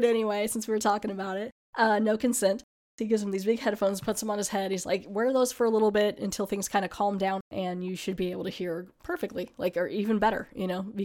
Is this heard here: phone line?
no